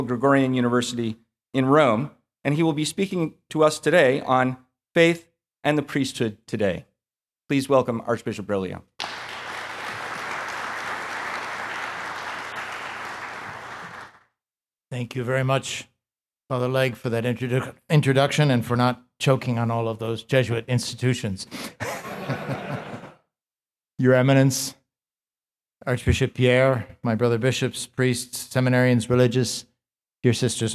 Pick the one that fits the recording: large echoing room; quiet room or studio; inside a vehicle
large echoing room